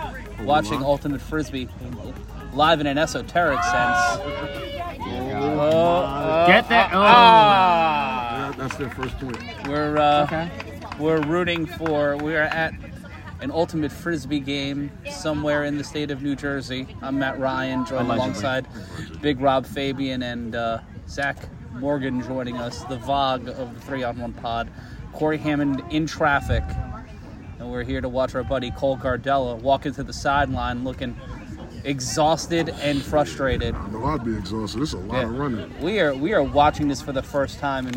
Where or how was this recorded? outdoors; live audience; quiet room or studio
outdoors